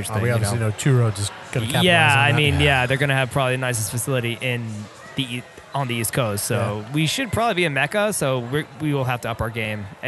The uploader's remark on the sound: We are on location at Bad Sons Beer Co this week